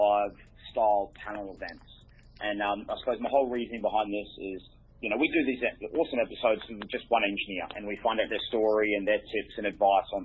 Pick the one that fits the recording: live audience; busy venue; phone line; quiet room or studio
phone line